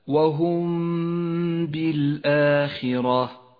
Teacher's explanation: وأخيرا الإخفاء الشفوي في قوله تعالى وهم بالآخرة، الميم الساكنة مع الباء تخفى الميم بالباء مع بقاء غنة للميم زمنها حركتان